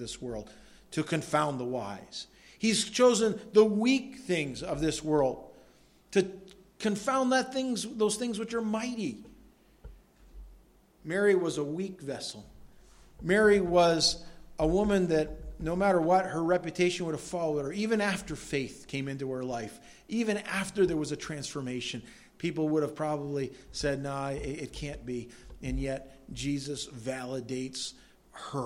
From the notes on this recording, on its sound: delivered at Madawaska Gospel Church